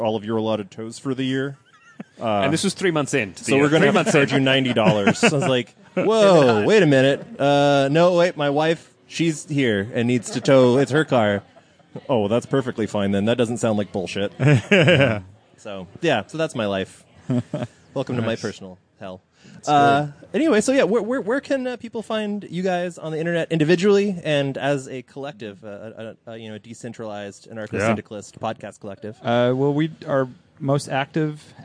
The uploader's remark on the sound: Live from Luftgekühlt 5. Because this is outdoors at a car show, we apologize for the wind noise and some of the audio fluctuation but, really it's not that bad and this is guerilla podcasting, damnit.